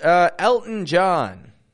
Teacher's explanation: There's a glottal T in there, isn't there?